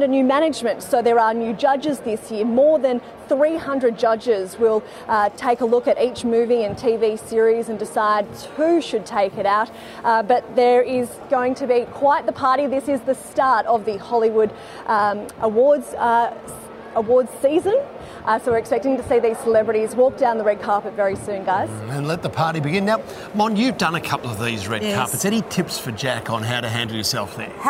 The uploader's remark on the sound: live from the Golden Globes in LA